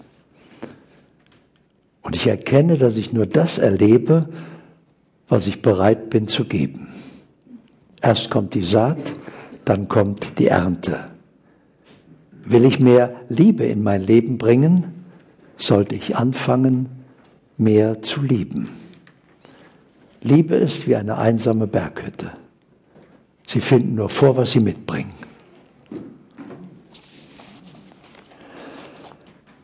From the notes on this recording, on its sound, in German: Bewusstseins-Live-Seminar